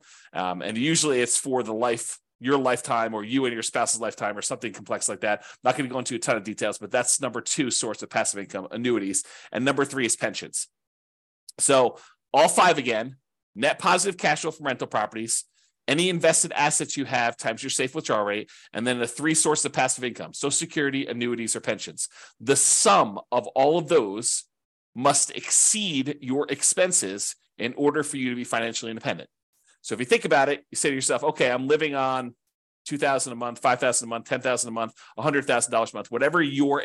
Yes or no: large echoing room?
no